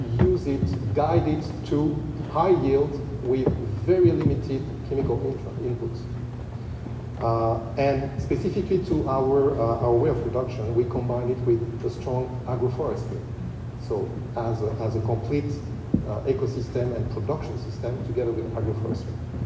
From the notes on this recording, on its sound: AgriNovus hosted a panel discussion at Indiana's first Global Economic Summit last week and we've got the full session right here.